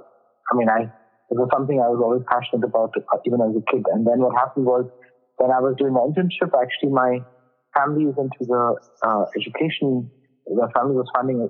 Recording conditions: phone line